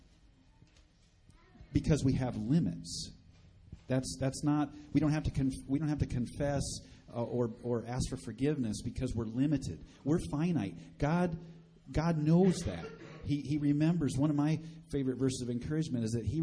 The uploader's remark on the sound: Recorded live at Bethany Bible Church.